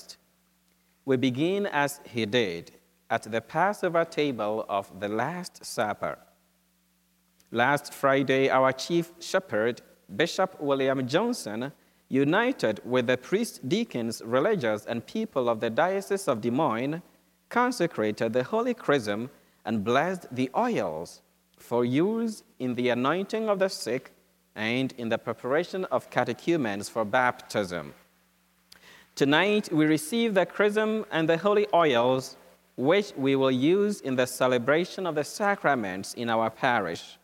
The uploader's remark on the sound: Holy Thursday Mass from Holy Spirit Catholic Church in Creston, Iowa